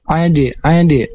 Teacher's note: ada qalqalah karena ada huruf dal yang mati dan harus dipantulkan